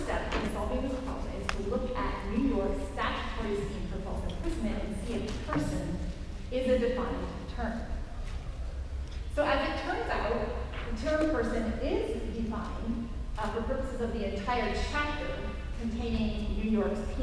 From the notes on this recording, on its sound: Records live at San Diego Comic Con Special Edition!